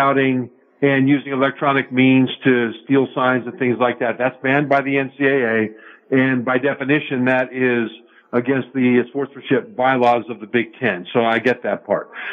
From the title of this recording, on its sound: Live from the Super Book at Westgate Las Vegas